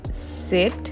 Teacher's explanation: it would be easier to get your dog to sit on command to a longer descending tone, like sit, rather than repeating it in rising tones, like sit, sit, sit, sit, no, sit.